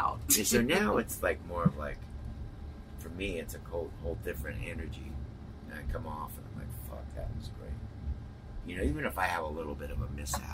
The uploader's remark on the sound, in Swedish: i nightlinern backstage på Sweden Rock Festival